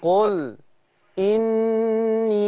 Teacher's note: قبل ما تهتم بمد الياء ادي غنة النون حقها